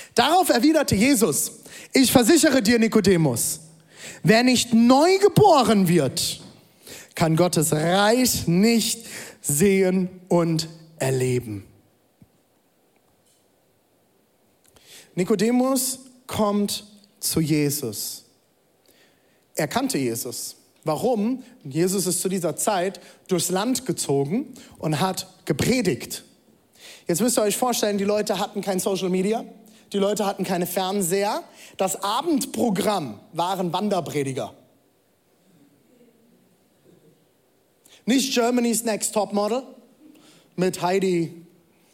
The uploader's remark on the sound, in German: Audiomitschnitt der Predigt